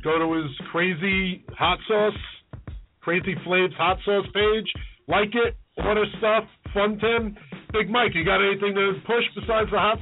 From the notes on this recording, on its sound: The boys may have a hot sauce maker coming into the studio. A great show includes live callers.